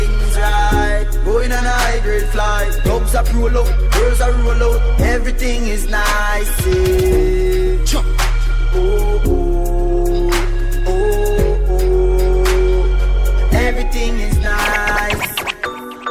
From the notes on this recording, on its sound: LIVE AT ISLAND SATURDAYS ON MARCH 17. LIVE AUDIO!